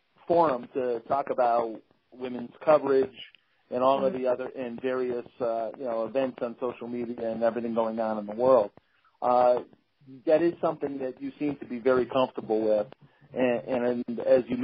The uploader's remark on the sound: You can hear the voice inflection, the background conversation and anything else to help frame the context of the interview. On the phone with Dishin & Swishin.